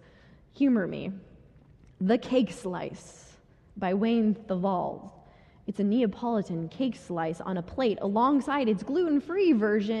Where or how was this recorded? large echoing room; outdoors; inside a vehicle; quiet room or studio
large echoing room